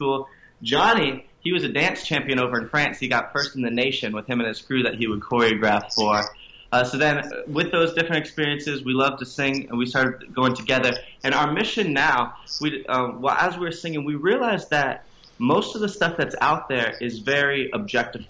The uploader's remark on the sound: via skype audio